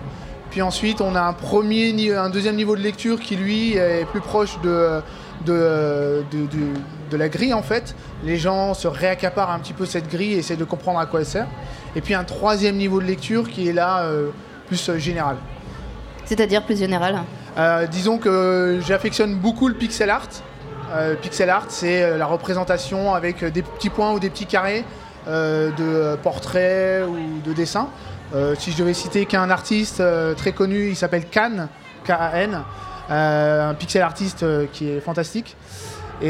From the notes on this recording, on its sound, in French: Une émission débat enregistrée à la Grande Halle de la Villette, dimanche 13 décembre 2015, lors du Festival Freestyle. TEPOP occupait le vaste espace en mezzanine sur le Balcon n°1 de la Grande Halle de La Villette, pendant le festival FREESTYLE (skatepark, Hip Hop, DJ sets, street market, BMX…) ouvert à tous gratuitement. L’animation et l’enregistrement de ces débats étaient assurés par L’œil à l’écoute.